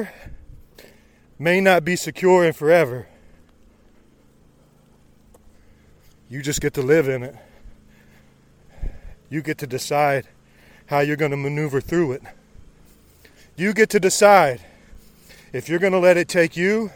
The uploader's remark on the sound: Live from the trail during a rainy 75 hard run